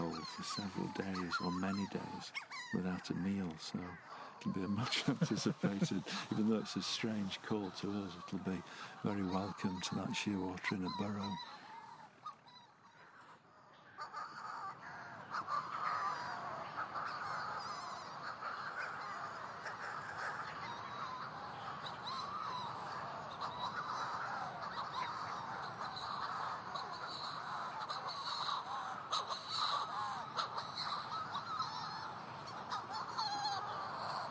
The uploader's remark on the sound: We’re perched on this vertiginous rock, out somewhere in the Atlantic in almost total darkness, with some of the strangest sounds you’ll ever hear in Western Europe all around us… Skelligs Calling is a beautiful sonic portrait of Skellig Michael.